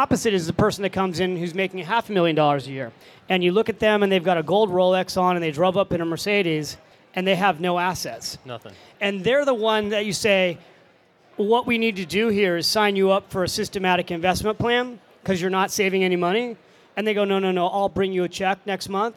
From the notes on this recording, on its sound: Live From FinCon '17. A few lucky listeners in our live audience.